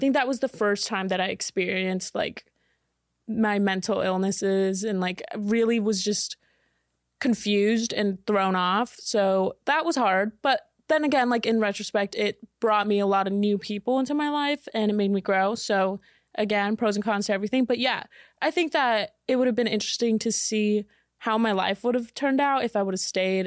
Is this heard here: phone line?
no